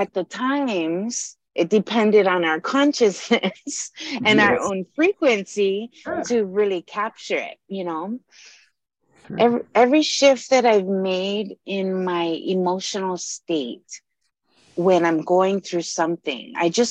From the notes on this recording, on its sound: zoom call